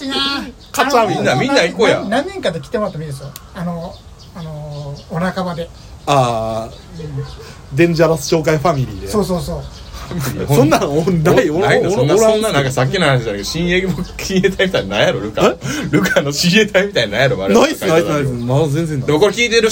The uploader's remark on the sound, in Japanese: 今回のアカイダダリオは天王寺公園からロケ録音をしております。